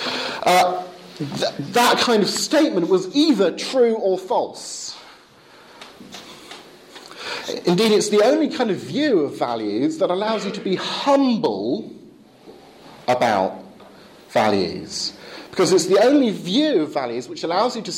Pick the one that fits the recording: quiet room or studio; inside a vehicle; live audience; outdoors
live audience